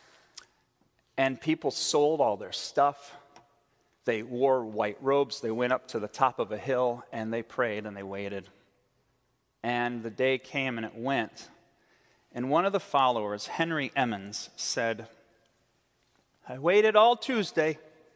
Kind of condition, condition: setting, large echoing room